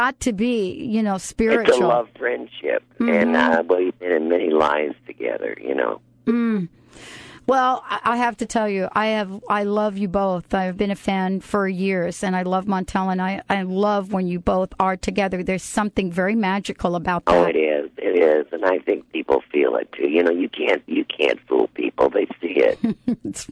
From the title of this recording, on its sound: takes calls from listeners